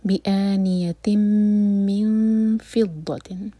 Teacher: فا کے لیے زبان تیار، اور نون کے مخرج کو ٹچ نہیں کریں گے اور دو سیکنڈس کا ٹائم دیں گے · Term: اخفا